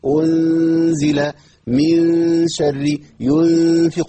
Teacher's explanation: لساني متوسط الفم، لا هو مرتفع قريب من مخرج النون ولا هو متسفل عشان ما حققش شبهة ادغام، في النص، لساني معلق.